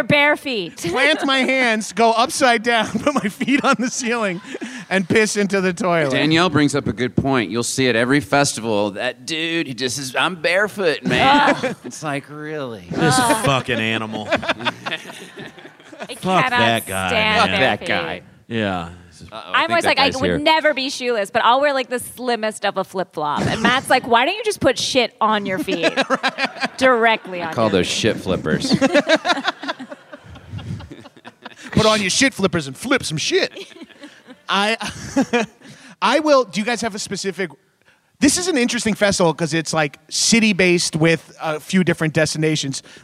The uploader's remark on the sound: Live from Treefort Music Festival